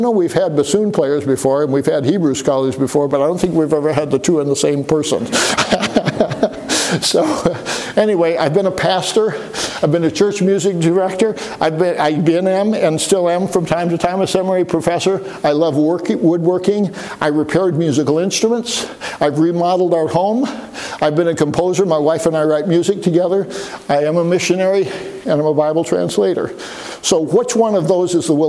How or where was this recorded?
large echoing room